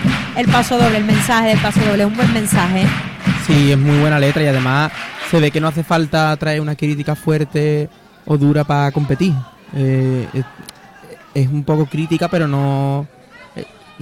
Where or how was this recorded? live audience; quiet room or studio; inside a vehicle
live audience